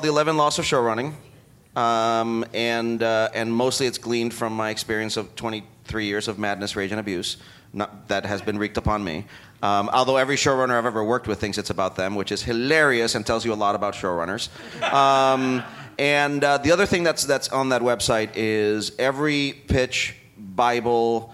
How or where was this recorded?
busy venue